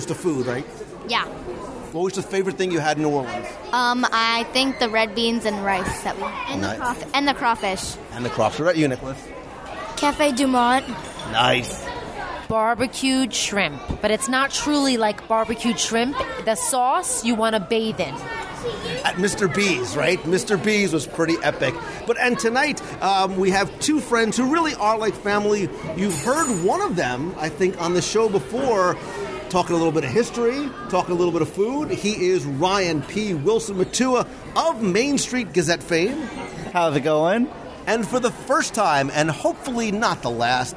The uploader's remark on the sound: Join me at the dinner table this week for a live review of Boatwright’s Dining Hall at Disney’s Port Orleans Riverside Resort.